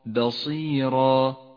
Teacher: والآن إذا أردت أن تقف على كلمة بصيرا، بصيرا، فقف بألف زمنها حركتان، وهذا ما يسمى مد العوض